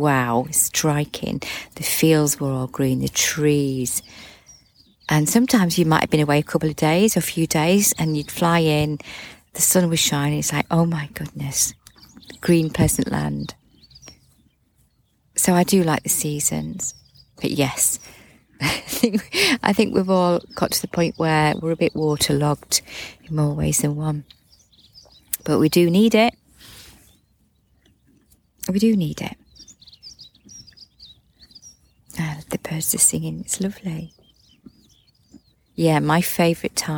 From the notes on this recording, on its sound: A little recording I made this morning while sat with the horses. It was a foggy start but as the mist cleared and lifted from the ground, the sun smiled and the birds began to sing.